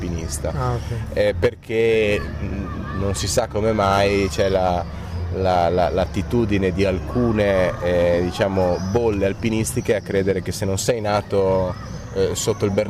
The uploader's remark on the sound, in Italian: la seconda intervista registrata ad Antiche Mura Teatro Festival